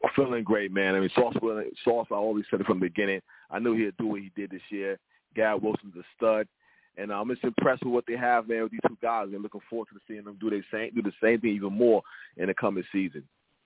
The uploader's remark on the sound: I take live callers!